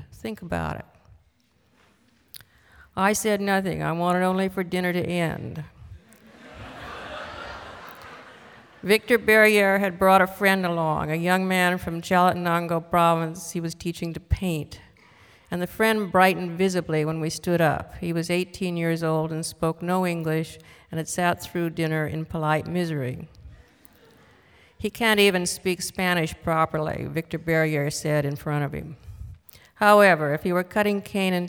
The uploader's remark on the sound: This was recorded on October 19, 1998 in front of a live audience at New York’s 92nd Street Y.